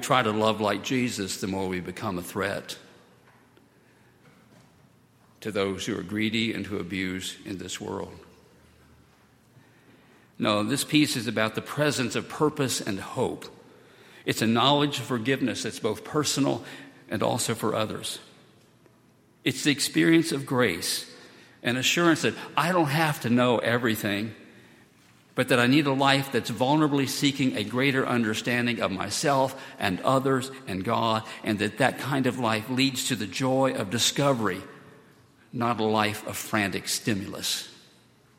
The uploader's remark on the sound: at Highland Baptist Church